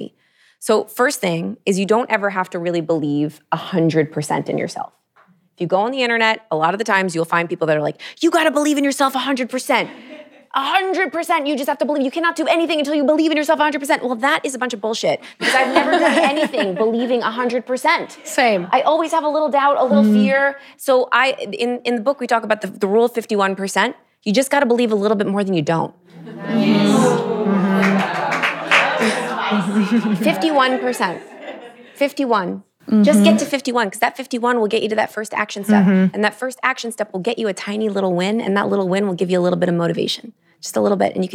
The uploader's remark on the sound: Living Room Session. Answer questions from our incredible live audience.